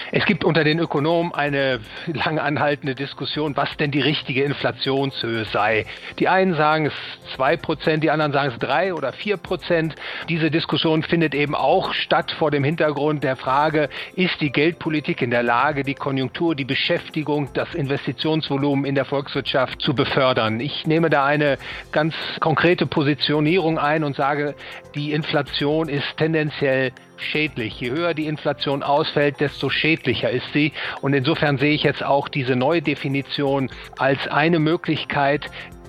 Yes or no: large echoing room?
no